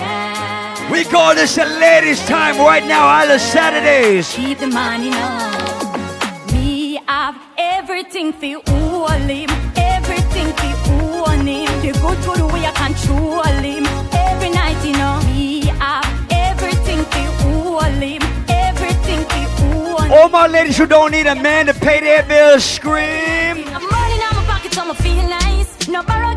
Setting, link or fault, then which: setting, busy venue